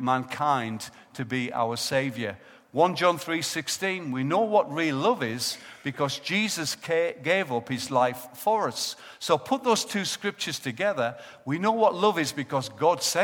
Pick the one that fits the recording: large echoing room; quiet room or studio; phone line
large echoing room